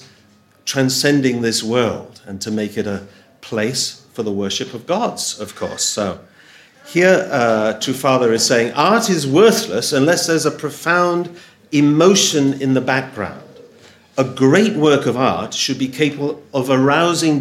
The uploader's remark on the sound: Audio from a sermon in Hatch End